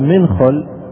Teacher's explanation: يقول بعض العرب يتلفظ بالنون في منخل خفية، ويعاملها معاملة حروف الفم التي يكون في إخفاء إذا جاءت بعد النون. · Term: إخفاء النون